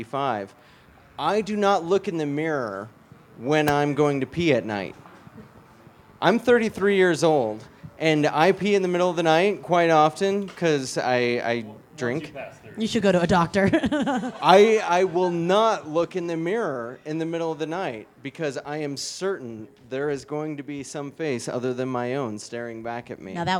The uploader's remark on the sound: Recorded October 8th, 2015 at Mutiny Information Cafe!